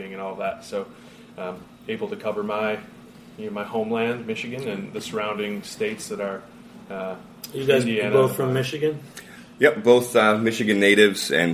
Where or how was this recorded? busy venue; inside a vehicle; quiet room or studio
busy venue